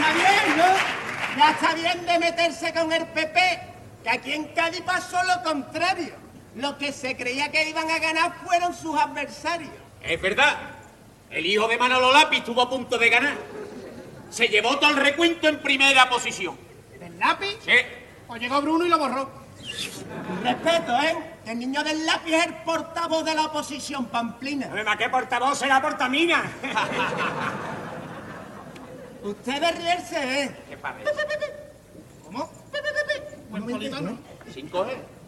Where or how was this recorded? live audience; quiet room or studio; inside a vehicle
live audience